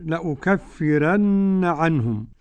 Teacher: لأكفرن رقق الراء ورش، لأكفرن عنهم، ورقق ورش كل راء وقبلها مسكنة ياء أو الكسر موصلا.